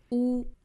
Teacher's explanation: 在乌云的乌的基础之上呢，我们的唇形还要更紧张，还要更向前去突出 · Term: 长元音